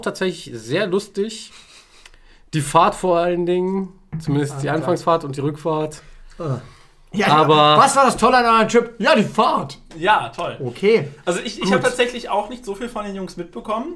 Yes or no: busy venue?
no